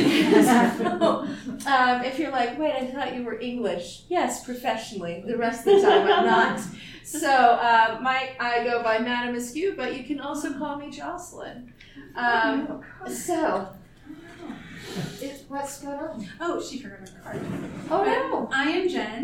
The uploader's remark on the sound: TusCon 50 Panel. Recorded live 11/11/2023 Saturday – Panel Room 1 2:00 pm 3:00 pm.